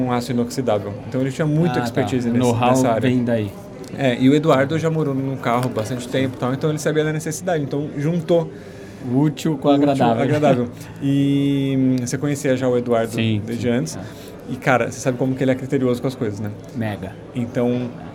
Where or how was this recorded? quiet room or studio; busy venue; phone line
busy venue